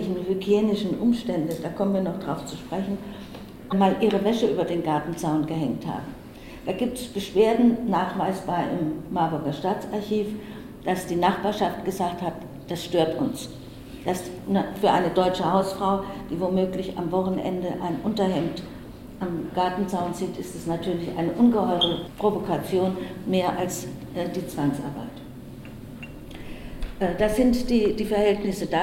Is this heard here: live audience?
yes